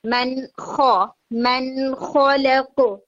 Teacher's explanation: تو خو کے اندر نا جیسے ہم کہتے ہیں قوف کے اندر اب یہ خراش والی آواز نہیں ہے، خو کے اندر ساؤنڈ بھی آپ کی آتی ہے تھوڑی دیر تک اور ایئر بھی آتی ہے، جو خراش والی ساؤنڈ ہے یہ اس کے اندر ہوگی.